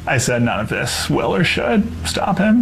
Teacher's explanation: He does the vocal fry like a girl at Starbucks, a barista. Yeah. And he's got the UpTalk.